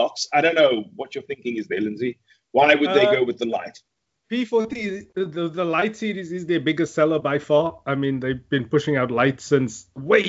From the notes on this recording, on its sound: Recorded via Skype